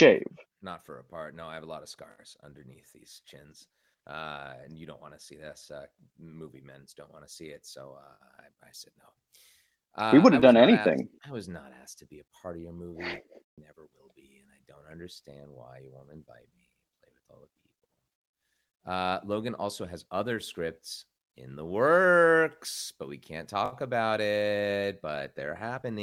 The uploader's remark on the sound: Warning - low sound quality! Their original audio was lost to time do to unfamiliarity with software - here is the audio from the twitch stream.